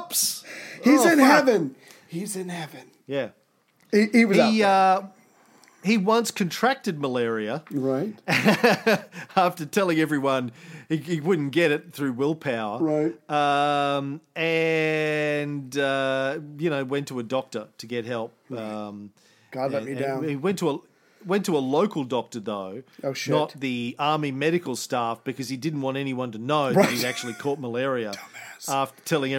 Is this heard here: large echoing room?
no